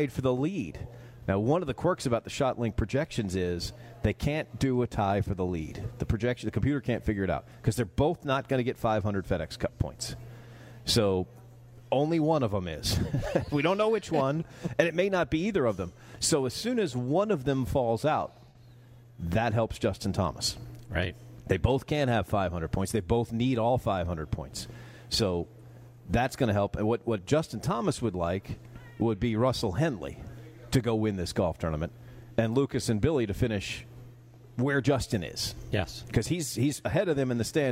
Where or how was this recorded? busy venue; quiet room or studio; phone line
busy venue